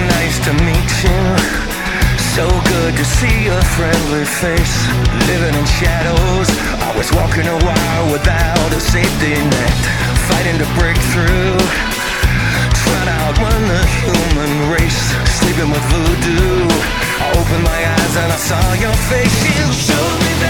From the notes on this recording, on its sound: Nashville, TN – Wildhorse Saloon. Podcast recorded from the Wildhorse Saloon in Nashville, TN.